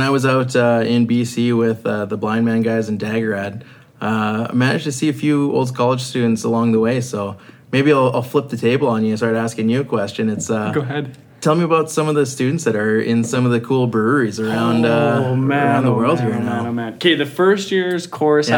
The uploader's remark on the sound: We recorded this episode at Belly Hop Brewing while we drank One Tart Bird.